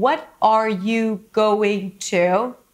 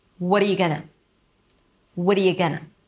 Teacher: The beginning is a bunch of function words, so I'm going to reduce them. What turns into with. R turns into er. U turns into y. Going to turns into gonna. · Shown in: second take